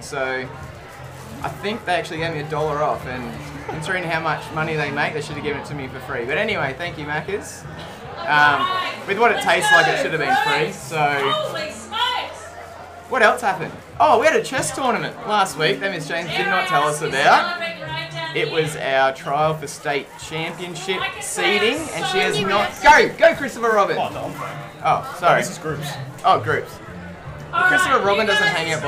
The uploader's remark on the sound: Live from the Quad. Recorded this episode amongst the hustle and bustle of Book Week in the school's quadrangle.